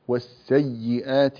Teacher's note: أنا أردتك أن تضغط قليلا على الياء المشددة